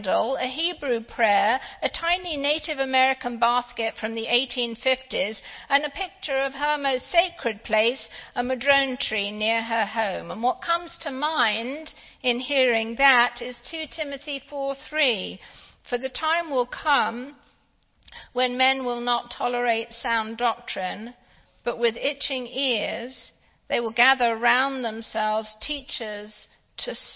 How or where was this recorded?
large echoing room